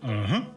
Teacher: The third tone starts in the middle, goes to the bottom and then up.